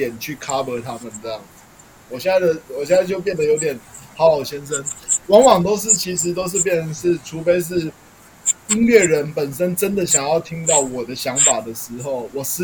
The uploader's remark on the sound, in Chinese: 這一集最後8-10分鐘的錄音有點問題，所以聽起來會有點斷斷續續